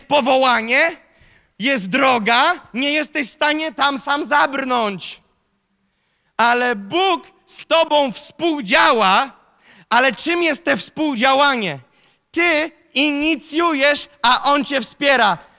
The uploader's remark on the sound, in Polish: Zostało nagrane podczas nabożeństwa NOF Church 12. Wyostrz swój duchowy wzrok!” to fragment nauczania, które zostało nagrane podczas nabożeństwa NOF Church.